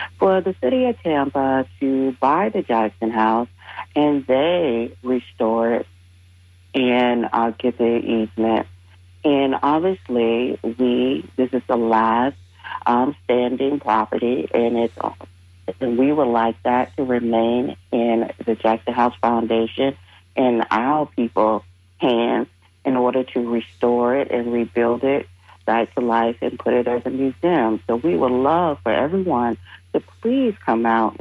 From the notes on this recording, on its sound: unique magazine format call-in show